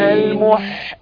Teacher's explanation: ولولا البح التي في الحاء لكانت عين